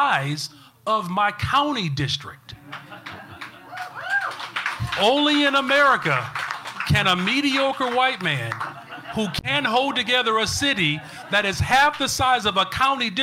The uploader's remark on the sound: This is a LIVE recording.